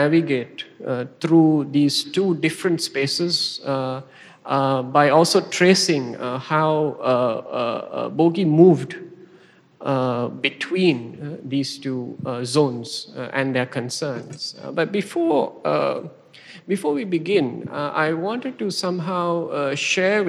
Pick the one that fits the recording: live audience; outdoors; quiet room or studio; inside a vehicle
live audience